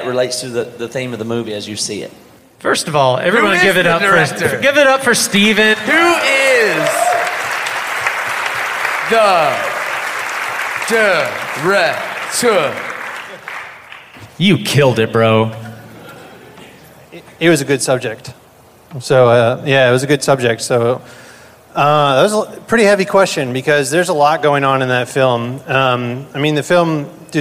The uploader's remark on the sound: BC Live in Tampa.